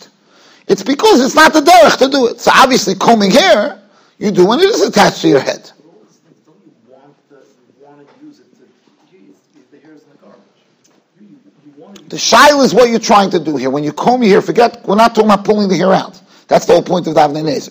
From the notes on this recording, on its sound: Shiur recorded in Yeshivas Ohr Reuven, Monsey, NY.